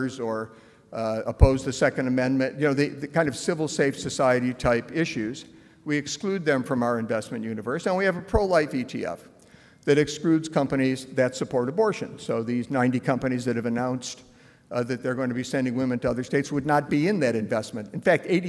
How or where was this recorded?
live audience